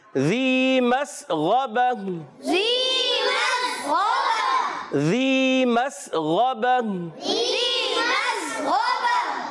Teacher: یہ یا مدہ ہے، ایک الف کھینچ کر ادا کریں گے